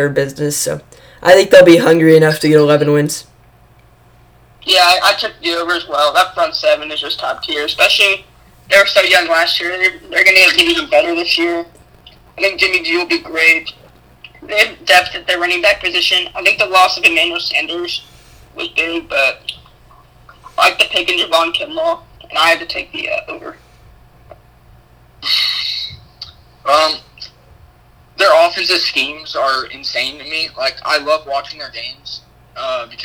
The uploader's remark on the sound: Sorry about poor audio.